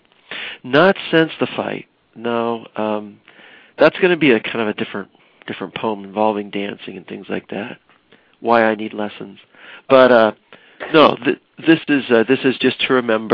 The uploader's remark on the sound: The January edition of our open reading featured callers from Tacoma Park, Maryland, Sioux City, IA. Please ignore all the wrong buttons I pressed.